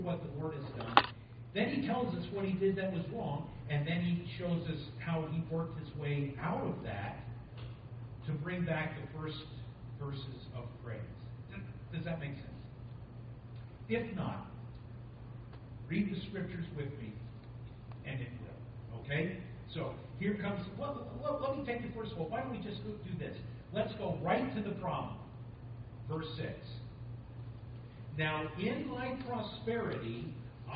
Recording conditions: poor sound quality